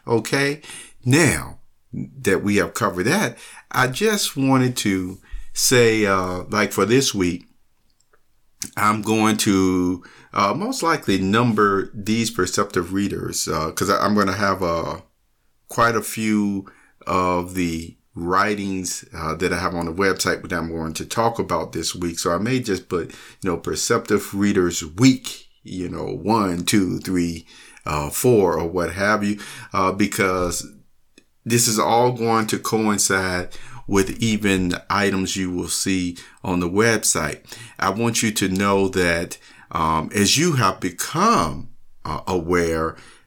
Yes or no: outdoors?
no